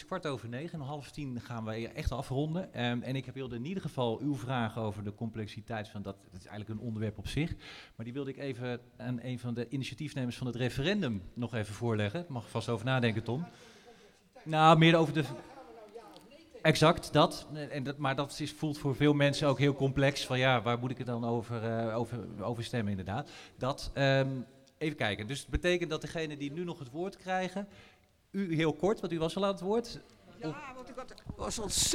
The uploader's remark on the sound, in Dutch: Integrale opname van de gespreksavond over het aanstaande referendum over het parkeerbeleid in Amersfoort die Nieuwsplein33 hield op 8 november in het Eemhuis.